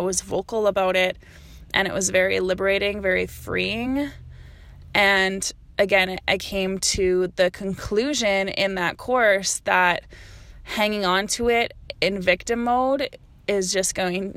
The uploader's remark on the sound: I recorded this episode in the car, so if you are a sound snob, this episode may not be for you!